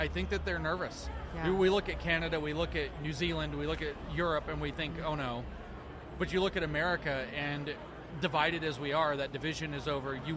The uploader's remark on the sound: The Unity Project What’s UP? Podcast at AmFest